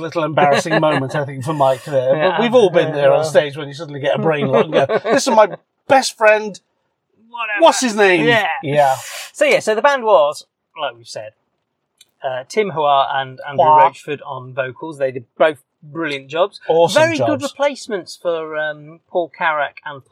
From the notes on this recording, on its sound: It was recorded in my car afterwards, so apologies for the sometimes dodgy sound quality.